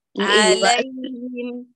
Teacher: الياء ليست بمدية، فأتمي فتحة اللام وراعي الزمن حرف اللين